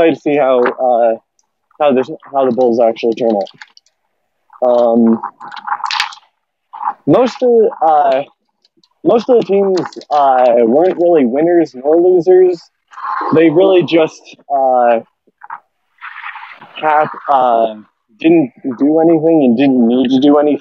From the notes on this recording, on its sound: I apologize for the background sound, I was walking in a place that was unexpectedly busy.